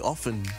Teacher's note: the T is silent, so it's supposed to be often